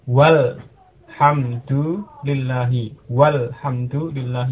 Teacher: Jadi wawu langsung ke lamnya. Alifnya tidak diucapkan. Ini juga termasuk hamzah wasal.